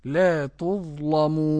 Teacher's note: جميع القراء يرققون اللام إلا ورش يفخمون